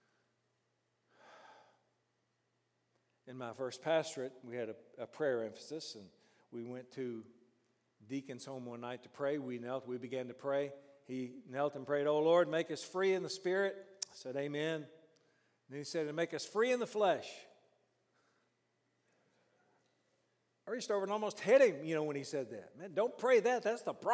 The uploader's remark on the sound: during the morning session of our 5|S Conference